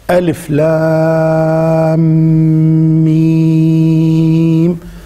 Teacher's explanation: أن تمد اللام ست حركات ثم تدغم بالميم ويعطى الإدغام الغنة، ثم بعد ذلك تعطى الميم ست حركات. هذه القراءة الصحيحة لهذه الآية.